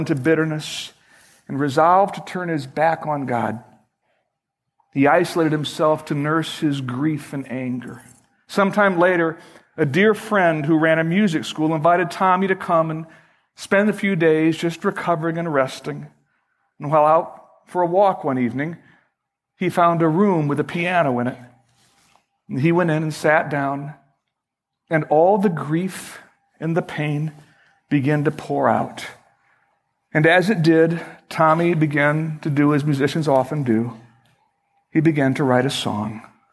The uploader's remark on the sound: Originally recorded February 19, 2012, at Fellowship Missionary Church, Fort Wayne, IN.